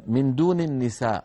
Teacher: من دون النساء، من دون النساء وقفنا عليها، النساء كما نعلم كلمة النساء فيها ألف وبعدها همزة في الكلمة نفسها يعني مد متصل